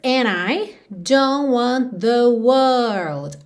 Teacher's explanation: Aqui também a gente acaba não tendo aquela super enrolação do R que a gente normalmente tem na palavra world